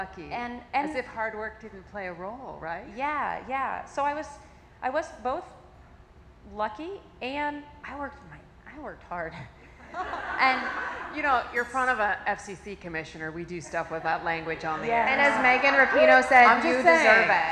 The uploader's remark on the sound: The very first live episode of Broadband Conversations. Sat down with a live audience.